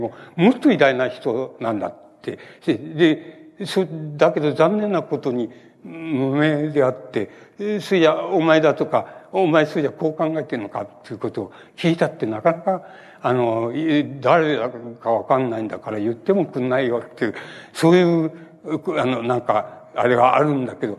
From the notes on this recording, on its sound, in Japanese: 主催：ほぼ日刊イトイ新聞 場所：東京国際フォーラム ホールC。ほぼ日刊イトイ新聞 創刊５周年として開かれたイベント 智慧の実を食べよう。音源はライン録音でクリア。